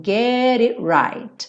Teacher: O T do it também sumiu.